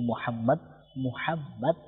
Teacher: মুহাম্মদ শব্দ বলার সময় উচ্চারণ করে যেভাবে দুই টোট মিলিত হয়